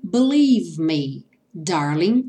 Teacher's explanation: sem o som do G final